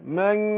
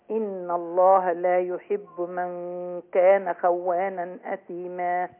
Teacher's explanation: من مع الغنة حركتين